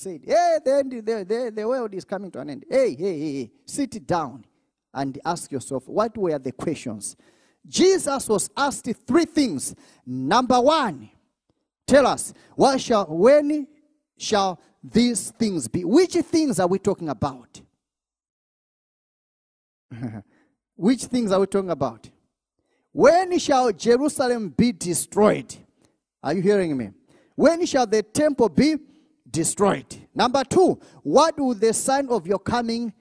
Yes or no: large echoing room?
yes